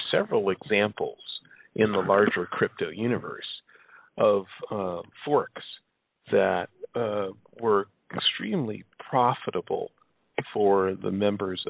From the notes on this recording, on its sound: It's a call-in show